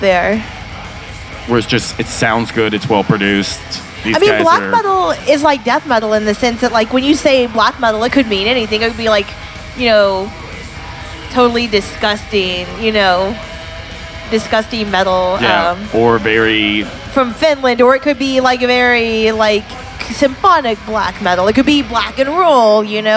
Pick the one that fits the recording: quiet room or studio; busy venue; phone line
busy venue